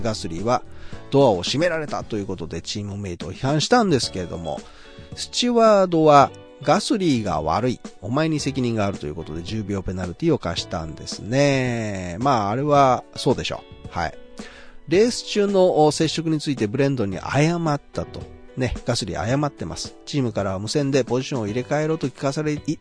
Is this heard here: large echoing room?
no